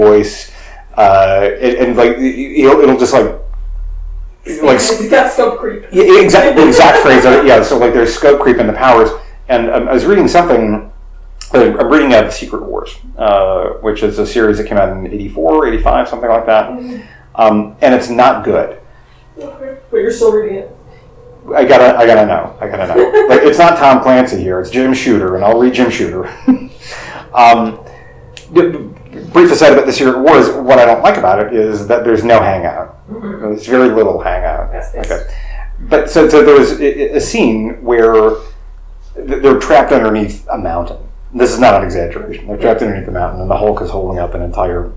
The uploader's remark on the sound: The fight scene is almost as bad as the audio. Full disclosure: the audio for this one is terrible. I don't know what happened.